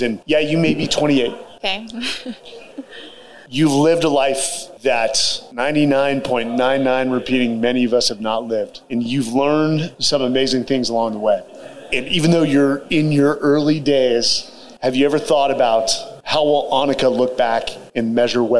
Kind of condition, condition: setting, live audience